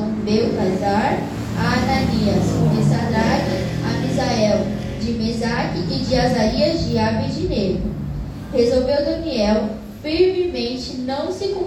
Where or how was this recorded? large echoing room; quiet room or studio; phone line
large echoing room